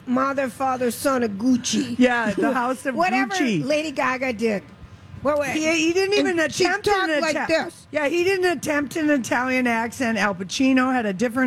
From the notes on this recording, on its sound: Wednesday Day 7 at the MN State Fair.